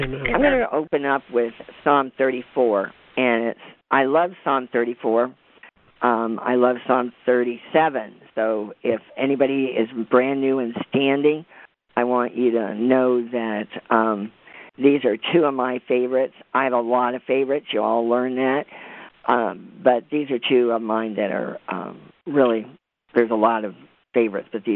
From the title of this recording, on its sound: CONFERENCE CALL